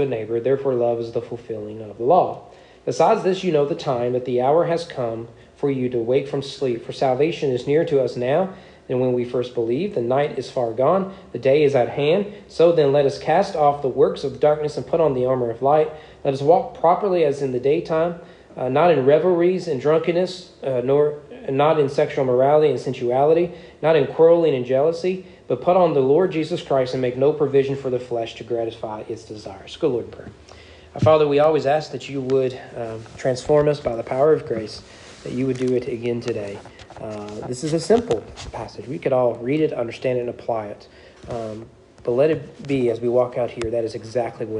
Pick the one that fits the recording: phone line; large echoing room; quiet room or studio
large echoing room